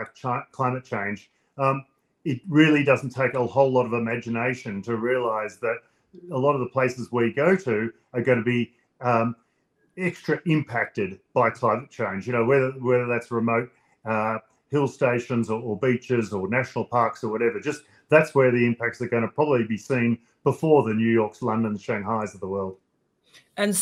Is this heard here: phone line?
no